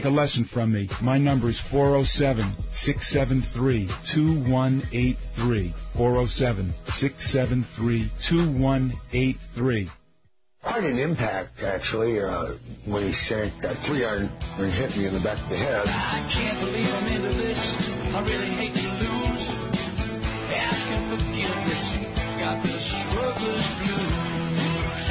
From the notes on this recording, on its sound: called